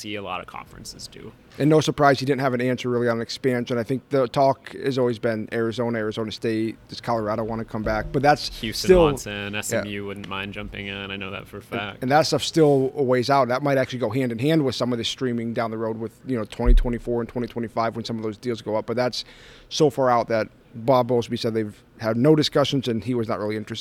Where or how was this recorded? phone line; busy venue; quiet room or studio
busy venue